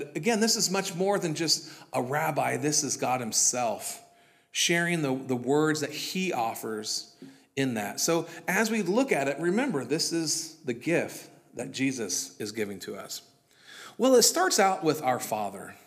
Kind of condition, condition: setting, large echoing room